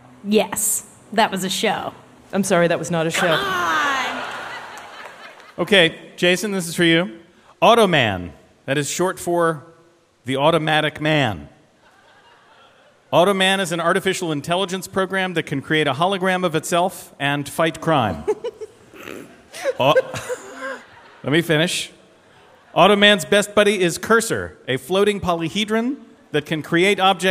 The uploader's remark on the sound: Live from Central Park's SummerStage Festival